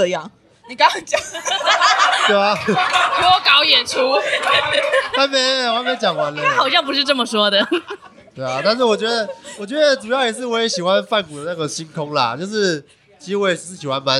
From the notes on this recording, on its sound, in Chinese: 這次的 Live Podcast 活動非常感謝咖哩逗陣贊助場地